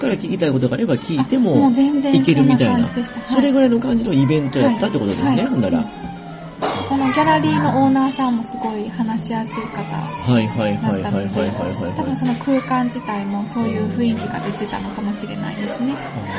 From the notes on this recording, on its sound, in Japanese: フジオフード系列のピノキオで収録。